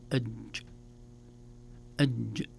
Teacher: هذه الرخاوة في الجيم ليست من فصاحة الجيم، الجيم حرف شديد